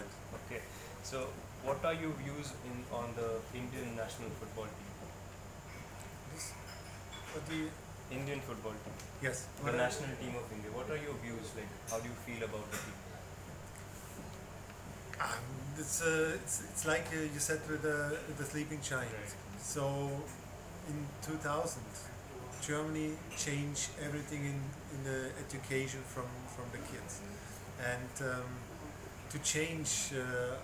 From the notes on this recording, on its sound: Sorry for the bad audio guys.